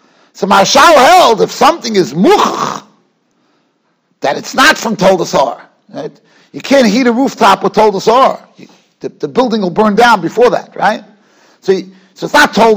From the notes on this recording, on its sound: Shiur recorded in Yeshivas Ohr Reuven, Monsey, NY.